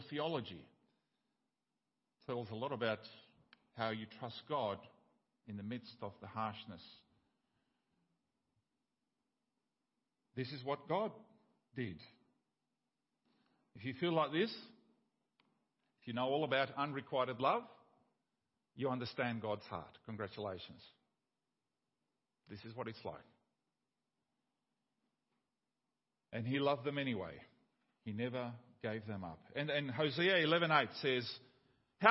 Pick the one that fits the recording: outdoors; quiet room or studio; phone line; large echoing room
large echoing room